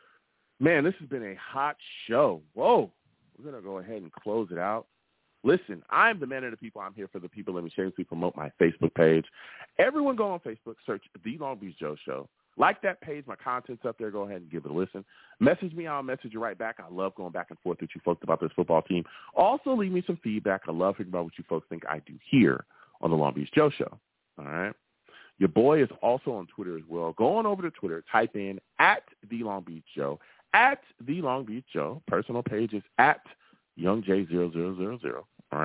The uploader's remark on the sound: I take live callers!